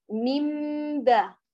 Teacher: أنت بتقلبي النون إلى ميم مخفى، فبالتالي سيأتي صوت ميم مخفى بالتلامس ما بين الشفتين مع الإتيان بالغنة الكاملة اللي هو قريب جدا ومشابه لآلية الإخفاء الشفوي. · Term: الإقلاب